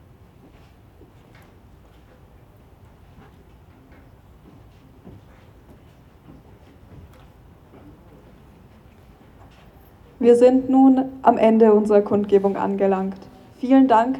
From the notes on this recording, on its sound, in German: Unbearbeitete Aufnahme der Abschlusskundgebung der Gedenkversammlung.